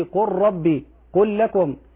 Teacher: تدغم اللام الساكنة في اللام والراء في قل ربي قل لكم إلا في بل رانا، لأن حفصا يسكت على اللام سكتة خفيفة من غير تنفس.